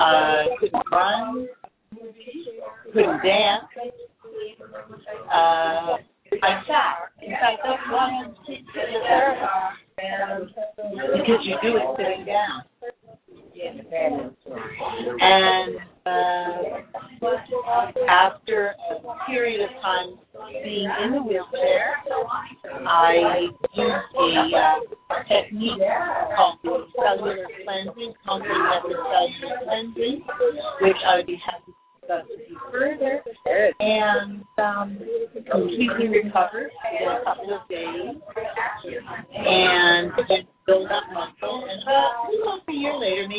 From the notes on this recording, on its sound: The audio on this interview series has been compromised and a quality sound replacement will be submitted for each of the amazing interviewees.